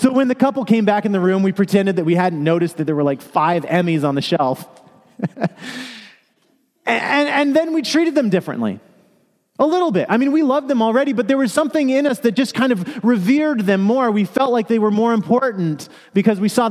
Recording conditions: large echoing room